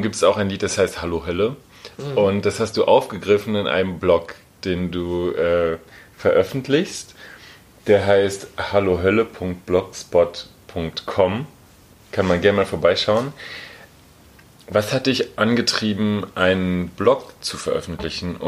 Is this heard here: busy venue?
no